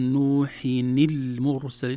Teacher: كسرنا نون التنوين بدلا من سكونها لالتقاء الساكنين، فنقول نوحين المرسلين. · Term: نون مكسورة